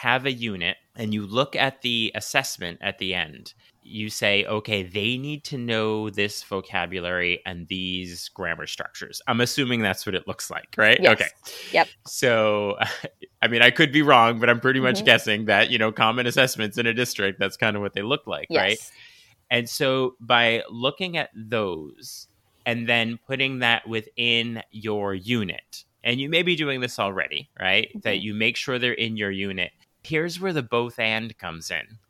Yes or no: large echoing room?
no